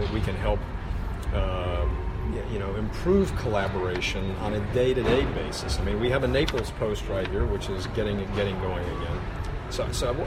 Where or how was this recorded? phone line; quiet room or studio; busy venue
busy venue